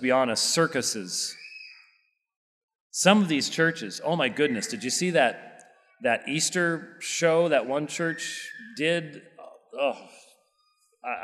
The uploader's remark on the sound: This sermon was preached at Covenant Bible Church on the Lord's Day, May 7th, 2023.